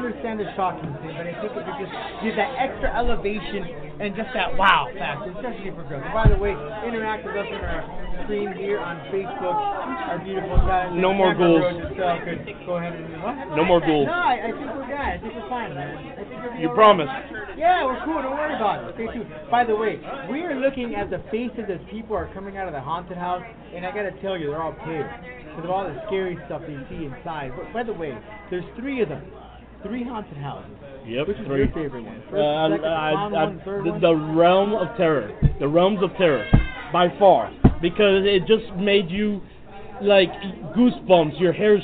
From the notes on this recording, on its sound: live from Boca Raton’s Halloween Haunted House Enigma Haunt.